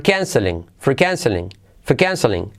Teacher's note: La R de for decae, luego letra clave L y luego y como e, canceling.